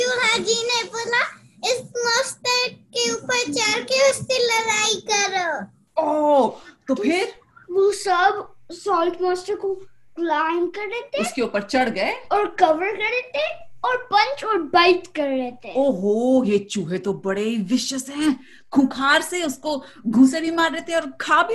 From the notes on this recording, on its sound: We ZOOMED with our listener. From USA and created this FUN story.